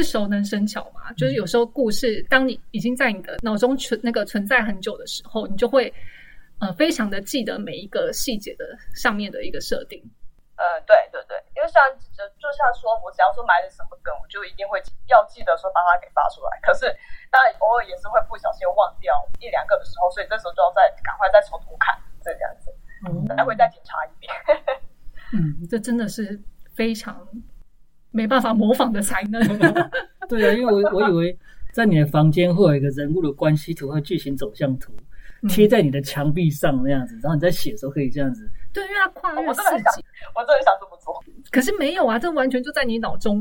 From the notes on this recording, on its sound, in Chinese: 因為年初突發的疫情改為遠端錄音，品質不佳之處，請大家多多見諒。